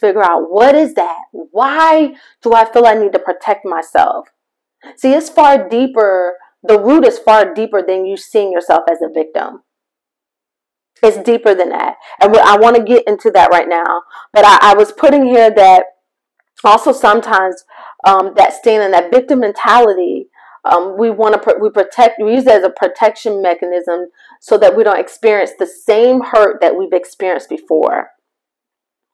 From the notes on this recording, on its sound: MY APOLOGIES FOR THE MIC QUALITY!